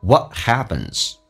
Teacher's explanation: happen p 发 b 这个发音要被浊化